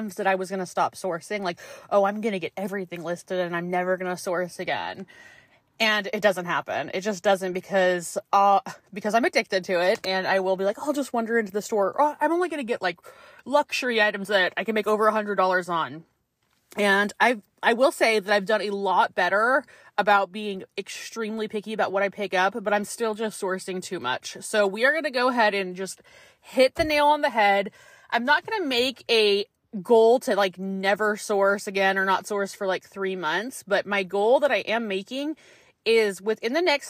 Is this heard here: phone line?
no